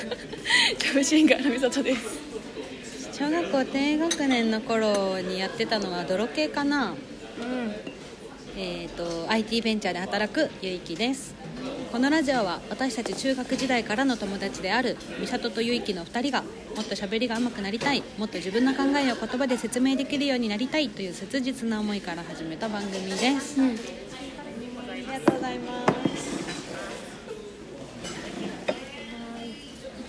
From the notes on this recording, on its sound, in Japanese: 今回はカフェで収録したため終始ガヤガヤとうるさいです。ごめんなさい！